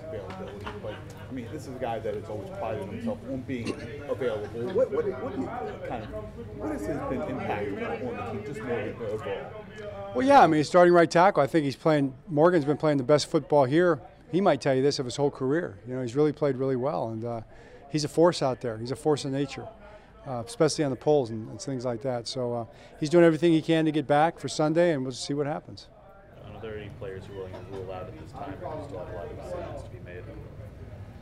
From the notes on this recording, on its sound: Press Conference.